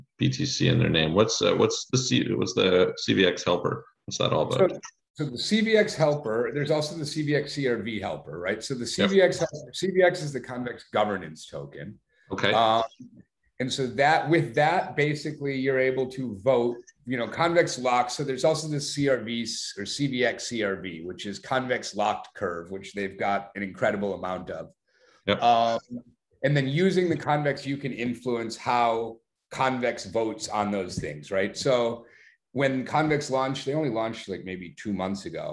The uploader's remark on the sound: joined a zoom meeting